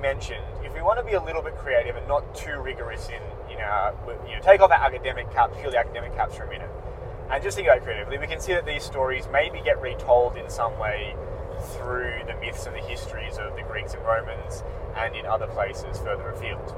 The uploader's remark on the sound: This re-upload features improved audio. Improve the quality and remove some of the sounds of the car.